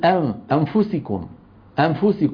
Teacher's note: لما يقول أن ما ينطق الفاء، ينطق غنة النون